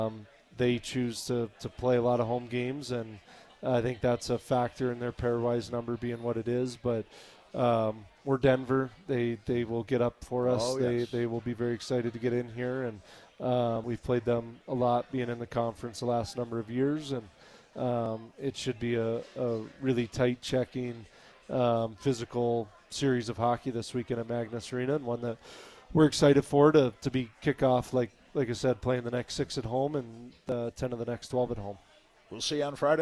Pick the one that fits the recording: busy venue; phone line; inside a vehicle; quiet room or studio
busy venue